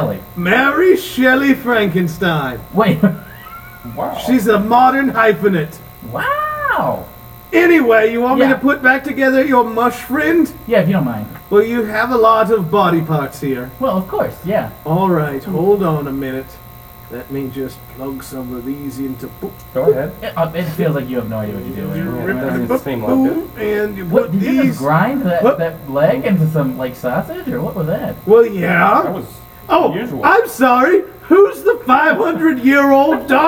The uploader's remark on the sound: We had a terrible technical error while recording this podcast- so there's a horrid buzzing